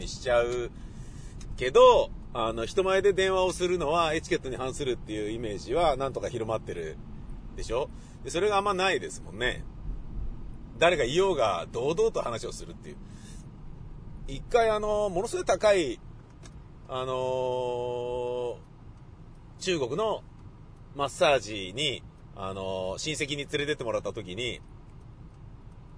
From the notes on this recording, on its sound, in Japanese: 雨だったので、車で放送局に向かい車で自宅へ戻りました。その道中で車の中でぶつぶつ喋っております。